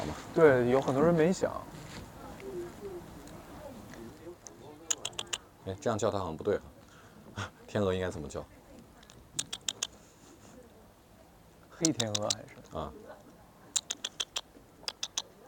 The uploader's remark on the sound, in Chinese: 因为这个系列都是在街头录制，所以全程伴随着街头环境音；音量大小有所起伏， 请注意调节收听音量。本次walk with 路线：小安澜营三条-杨梅竹斜街-大栅栏步行街-鲜鱼口大街-西兴隆街。